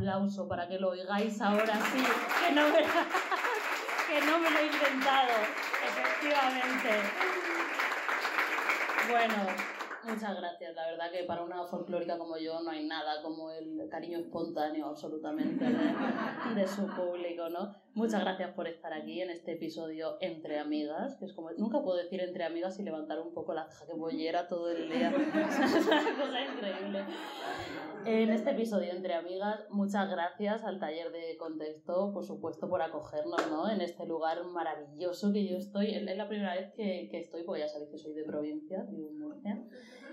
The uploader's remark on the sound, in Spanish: En directo. Gracias al Taller de CTXT por acoger la grabación con público de este episodio especial.